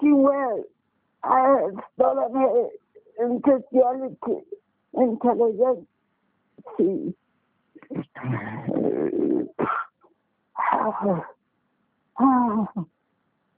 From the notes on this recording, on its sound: Deliverance in Botswana over the phone in JESUS NAME.